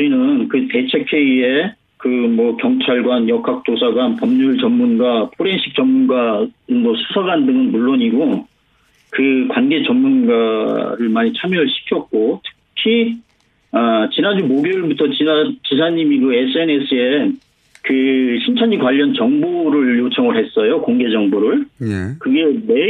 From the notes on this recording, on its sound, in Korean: 전화연결.